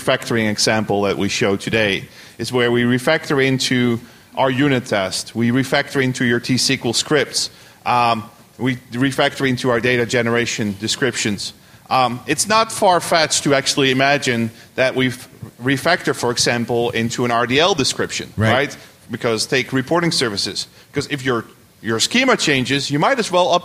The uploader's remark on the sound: On June 12th at TechEd, in this somewhat shorter-than-usual but very informative live .NET Rocks!